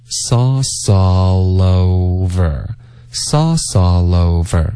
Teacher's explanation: sauce 跟 all 要连读 sauce all 跟 over 也得连读